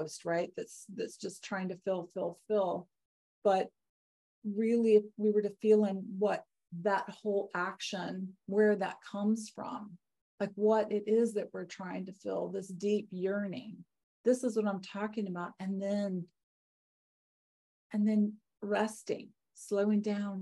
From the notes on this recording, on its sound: Live! The shows are now all hosted on Zoom.